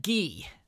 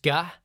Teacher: So if you try those sounds again and pay attention to what happens to your tongue, it should shift forward and up. And so we get a lot more of the nasality in gi as opposed to ga